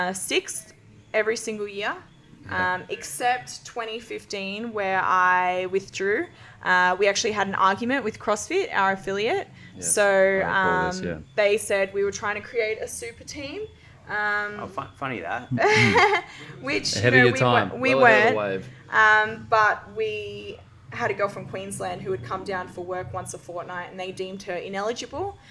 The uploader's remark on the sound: Live from an Athlete Training Camp in Bali